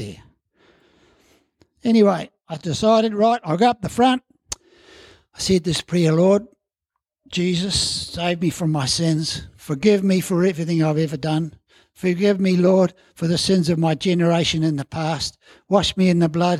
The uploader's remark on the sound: As part of our Family Service, celebrating all ages in our church. At Harvest Life Church in Blenheim, New Zealand.